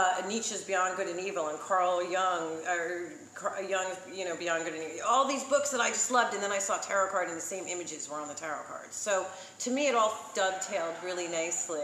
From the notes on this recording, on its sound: Recorded at Blerdcon 2019 in Washington, D.